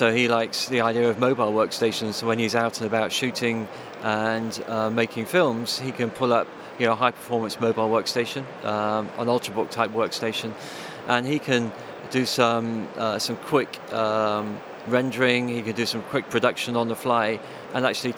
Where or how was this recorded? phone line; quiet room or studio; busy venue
busy venue